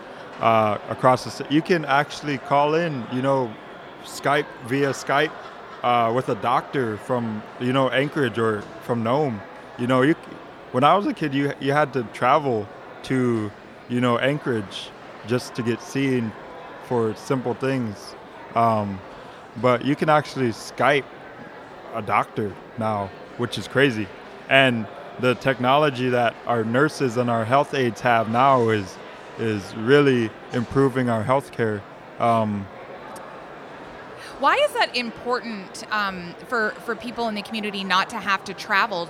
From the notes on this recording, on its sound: we visit the 2018 Alaska Federation of Natives conference in Anchorage